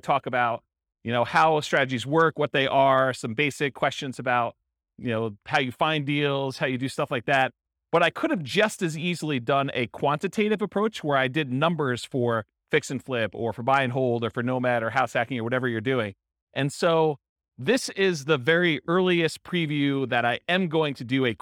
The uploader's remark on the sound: This was a live class recorded